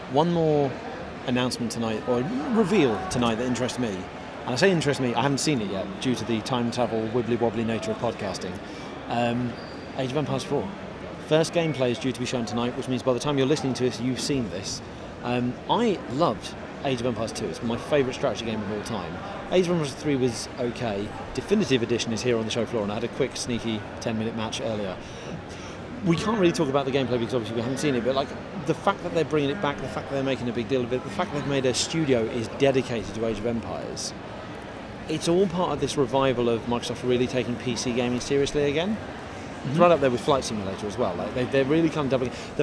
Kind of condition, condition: setting, busy venue